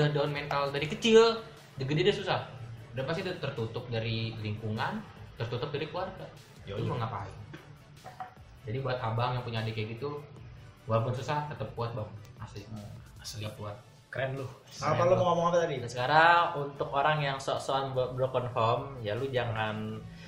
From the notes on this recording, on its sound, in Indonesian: Mohon maaf agak bergema suaranya kami syuting di goa